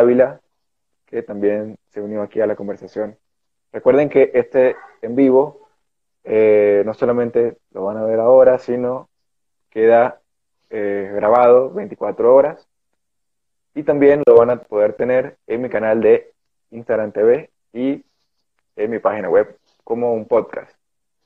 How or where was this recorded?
video call